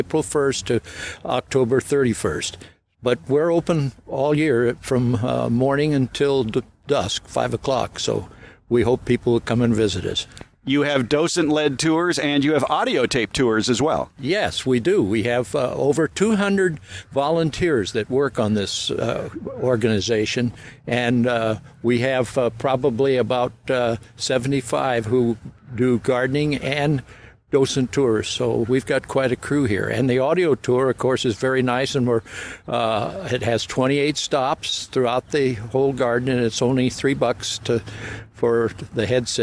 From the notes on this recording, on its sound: During our visit to the Luther Burbank Home and Garden. My method of operation for conducting many of these “on the road” garden interviews is fairly haphazard: driving to a destination, I’ll see something interesting along the way. I’ll pull over, get out my microphone and recorder, and grab the first person who knows something about wherever I am - and is willing to talk - and I then turn on the recorder.